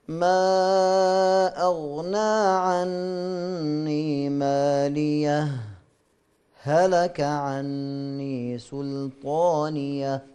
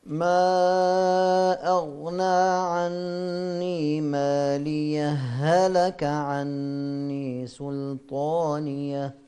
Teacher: أعطينا الآن الوجه الثاني وهو عدم السكت، الإضغام طبعا بدون، لما يذهب السكت يصير فيه إضغام · Shown in: second take